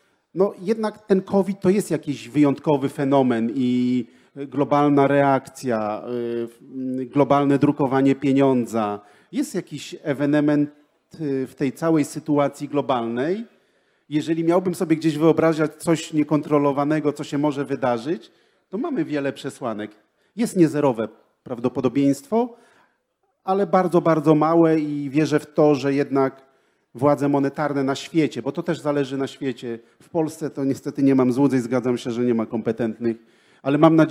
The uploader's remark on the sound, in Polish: Panel Instytutu Misesa. Odcinek jest nagraniem wystąpienia podczas Weekendu Kapitalizmu 2021.